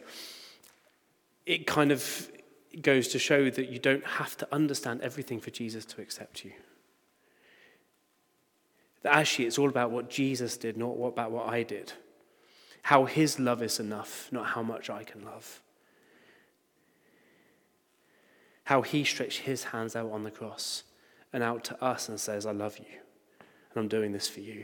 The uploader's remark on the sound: Recording from Immanuelskyrkan Skövde.